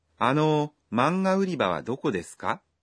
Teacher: This sentence is a question with か at the end, so be sure to say it with a rising intonation.